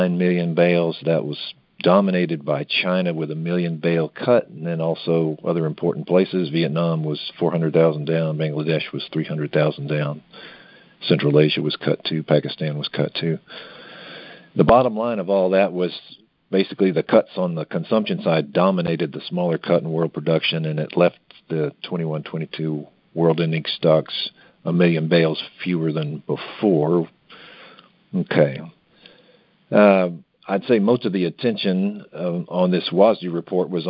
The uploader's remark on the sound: Monthly Conference Call